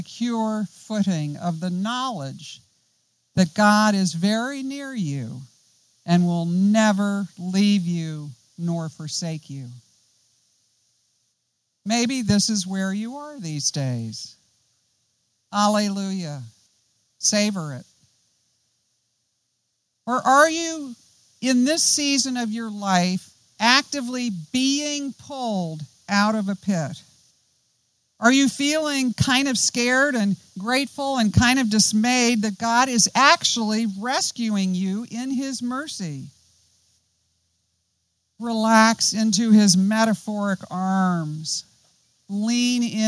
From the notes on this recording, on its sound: Join us as we study the Psalms this season at Trinity North Shore. Outdoors this Summer, outside the Retreat House. On the beautiful and scenic campus of Gordon Conwell Theological Seminary 130 Essex St, South Hamilton, MA 01982.